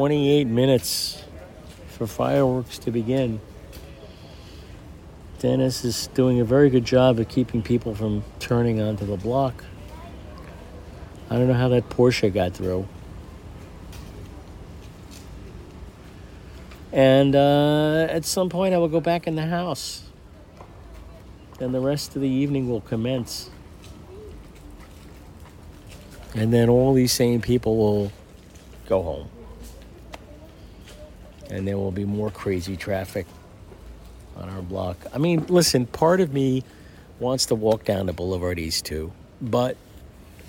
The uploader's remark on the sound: Recorded spontaneously into my phone. On our stoop as people streamed up the block towards Boulevard East – with its commanding view of Manhattan’s west side. A recording of an old phone call circa 2002. Why I didn’t immediately begin recording the call is lost to time but I captured a bit.